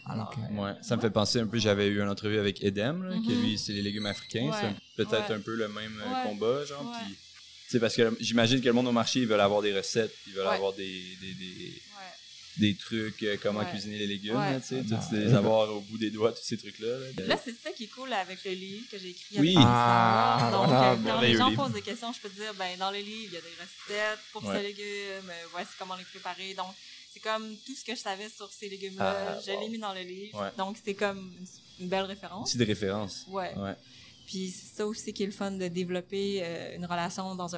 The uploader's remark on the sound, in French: Est au Pop Up Fermes et Restos. Les épisodes ont été enregistrés en direct pour vous faire revivre cette belle journée.